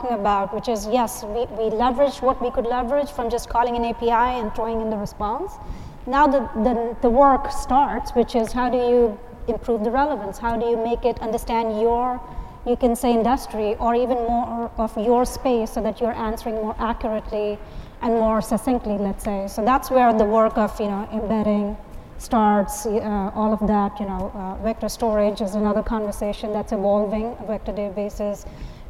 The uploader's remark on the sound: We feature a panel discussion from the AWS for Software Companies Executive Forum at re:Invent.